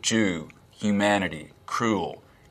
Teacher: Tennessee accents and Southern accents in general have something called goose fronting